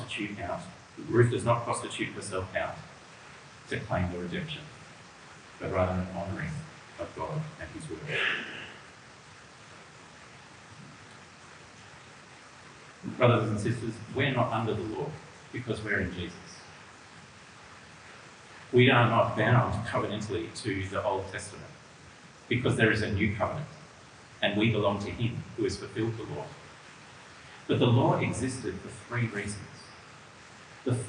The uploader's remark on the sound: This audio has a fair degree of reverb.